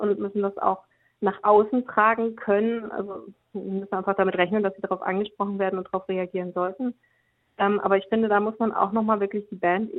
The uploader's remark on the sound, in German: Stand uns im Telefoninterview Rede und Antwort.